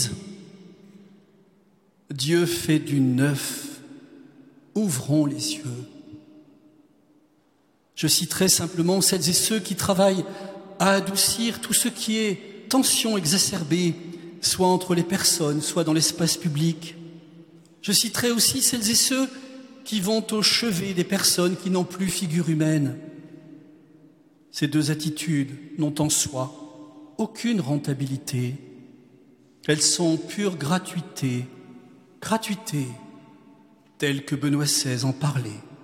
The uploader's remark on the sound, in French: Quatrième conférence de carême de Notre-Dame de Paris.